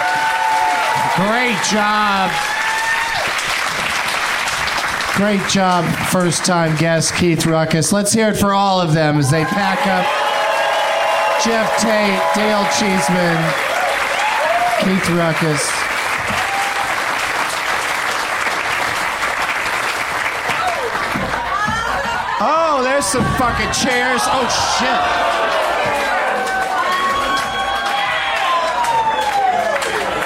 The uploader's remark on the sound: Live from the Cap City Comedy Club in Austin